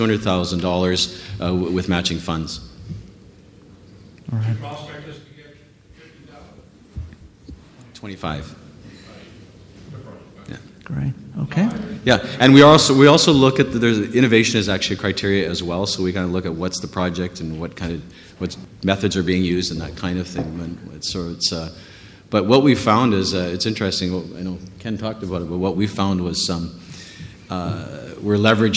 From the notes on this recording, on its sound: Featured is a NWT panel session held at the Canadian Mining Symposium in London in April 2018.